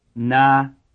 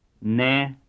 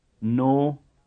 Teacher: LC plus open results in high pitch contour